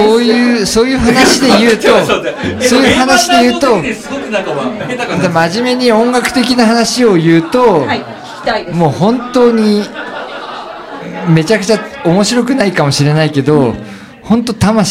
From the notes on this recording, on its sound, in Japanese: 東中野「雑談」さんにておこなわれた名盤ラジオ初のオフ会公開収録②！各メンバー、いつも以上にたいへん酔っ払っております。お店の雰囲気、臨場感も含めてお楽しみください。お酒を飲みながらダラダラと語っていく番組です。